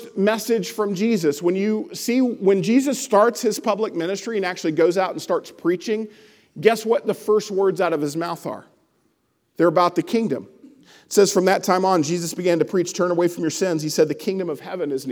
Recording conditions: large echoing room